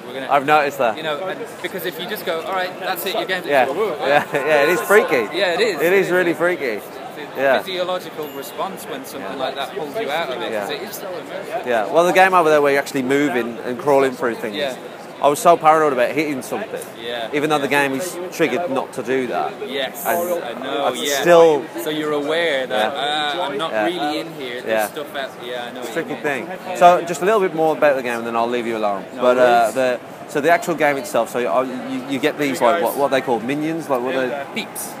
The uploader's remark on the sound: EGX 2016 Sunday. The last day of EGX, everyone is tired and we started to feel like zombies walking around the show floor.